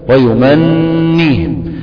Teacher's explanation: النون هنا مشددة وحركتها الكسر، تتفك باتنين نون، واحدة ساكنة والتانية مكسورة · Term: النون المشددة